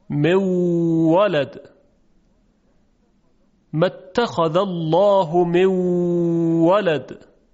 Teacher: در اینجا نون در واو ادغام میشه، گرچه ادغامش ناقص هست